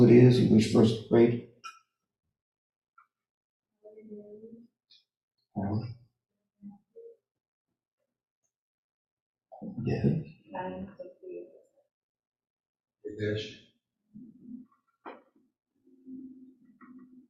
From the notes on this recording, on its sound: Live In Our Sanctuary